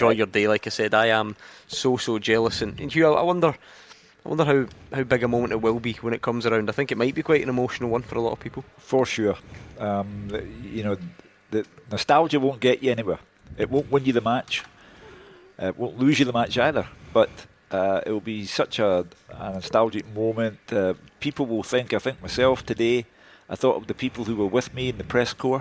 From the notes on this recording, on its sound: live from Scotland HQ at Drygate Brewery